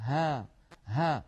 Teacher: الهاء يا إخوة حرف مهموس لأنه من حروف السكت، فحثه شخص يعني يجري معه النفس كما ذكرنا. والهاء حرف قابل للمط والتطويل فهو حرف رخو، والهاء حرف مرقق فلا تفخم العرب الهاء أبدا، لا نقول ها بل نقول ها ها بأي حركة تحركت الهاء، كما أن الهاء حرف منفتح لا إطباق فيه ولا ينحصر صوته بين طرف اللسان وأقصاه مع سقف الحلق أو مع قبة الحنك.